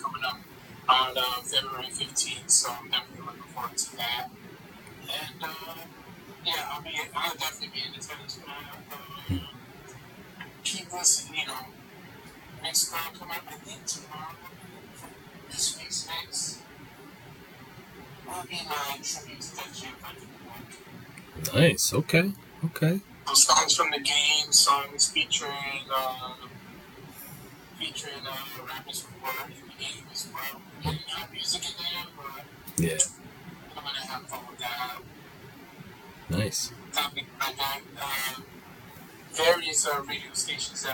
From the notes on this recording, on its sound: Major apologies for the sound quality in this week's episode!